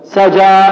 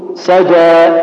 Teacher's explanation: يعني لا هي الإمالة ولا هي الفتح، بين الإمالة وبين الفتح · Shown in: second take · هذه رواها بعض القراء مثل ورش وعمر البصري وسط، ولم ترد عن حفص، لم ترد عن حفص. · Term: التقليل